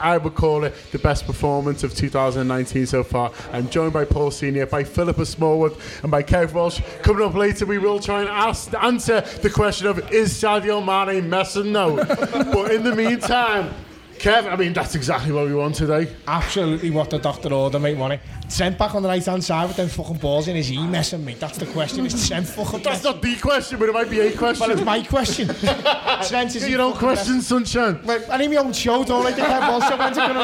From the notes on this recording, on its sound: This is a 5 minutes taster from our very lively Post Match Show recorded immediately after the game at Anfield.